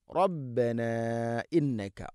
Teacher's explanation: മദ്ദിൻ്റെ അക്ഷരം അലിഫിന് ശേഷം ഹംസയാണ് ഇവിടെ മദ് മുൻഫസിൽ. നാലോ അഞ്ചോ ഹർക്കത്തിൻ്റെ ഖദറിലത് നീട്ടണം. റബ്ബനാ ഇന്നക, മദ് മുൻഫസിൽ നീട്ടാവുന്ന മദ്, മദ് ജായിസാണ്.